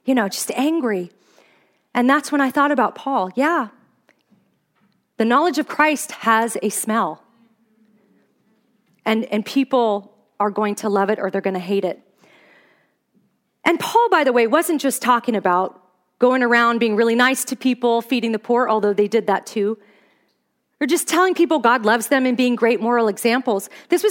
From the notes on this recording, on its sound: Here's the second of two talks I gave at the "Pretty Little Lies" Women's Conference in Fairbanks, Alaska. The sanctification gif I showed to the audience.